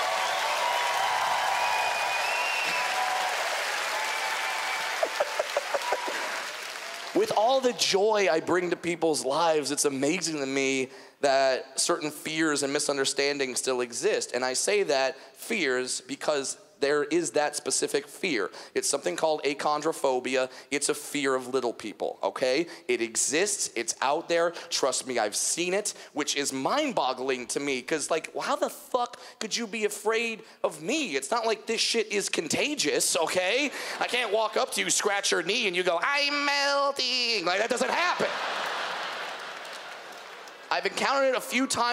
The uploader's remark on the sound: stand up from the Just For Laughs Festival in 2015